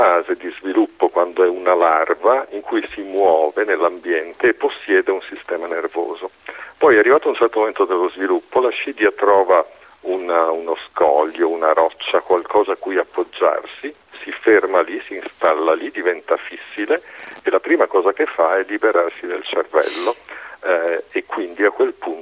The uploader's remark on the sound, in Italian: Viene chiamato al telefono